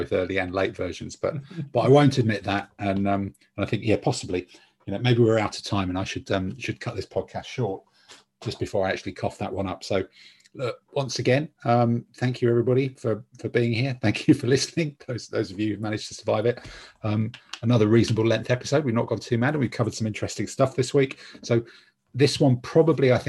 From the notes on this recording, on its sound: In this week's swelteringly hot podcast the regular team of seven perspire their way through a zoom call.